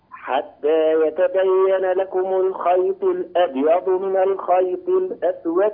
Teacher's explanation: كذلك كلمة الخيطي، الخيطي المكسورة الطاء، لابد من العناية بتفخيم الطاء جيدا ولا تتأثر هذه الطاء بالكسر